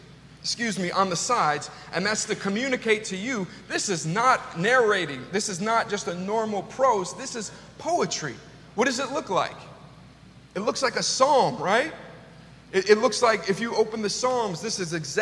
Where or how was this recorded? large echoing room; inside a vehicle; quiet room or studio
large echoing room